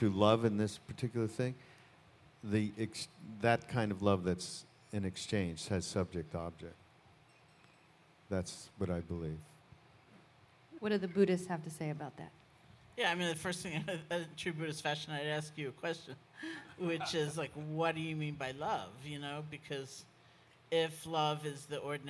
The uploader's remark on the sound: Live from the 2017 Spring on Maui Retreat.